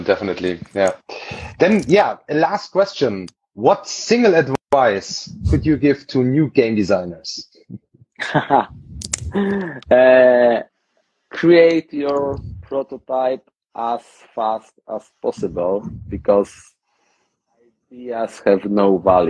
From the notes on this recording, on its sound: We did the interview in an Instagram Live session and this is the recording of it.